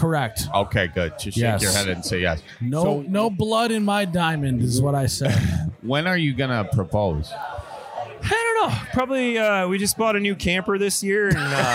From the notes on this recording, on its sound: We are on location this week at The Newport in Milwaukee.